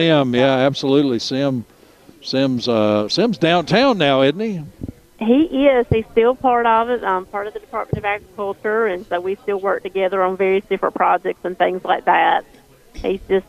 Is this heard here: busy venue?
yes